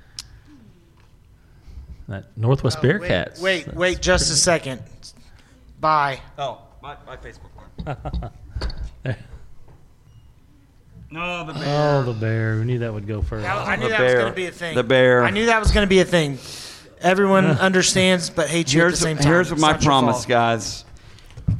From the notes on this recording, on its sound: LIVE at Planet Comicon! The guys are live from Planet Comicon in Kansas City! In front of a live audience.